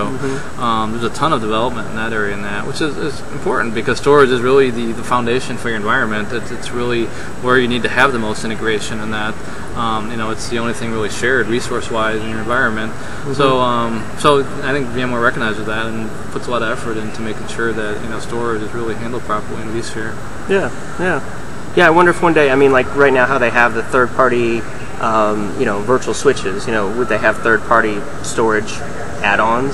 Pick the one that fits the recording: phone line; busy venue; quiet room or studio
busy venue